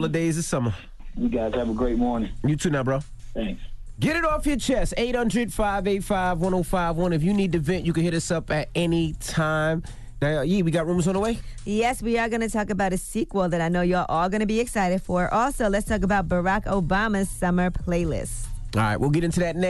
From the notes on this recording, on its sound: We opened up the phone lines.